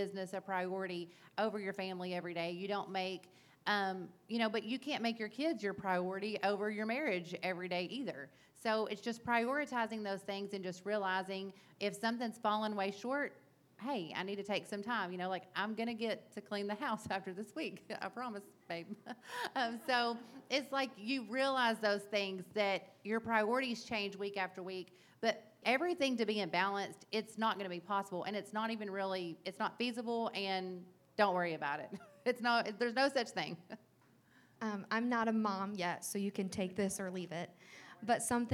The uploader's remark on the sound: The interview audio is very low, so be ready to turn it up. This year we had our first ever mix and mingle event and did our first live podcast recording! Go live with the Inner Circle at Nexus Coffee.